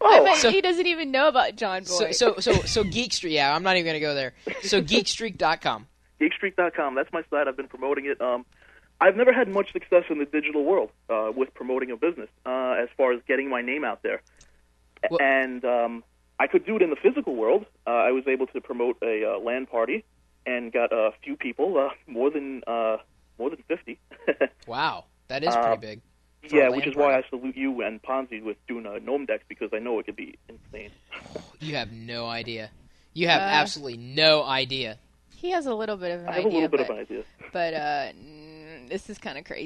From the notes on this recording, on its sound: VoIP didnt cut it so we made a commitment to live calls with a full telephone studio and toll-free access. This is the first hour of the live beta test of the phone lines.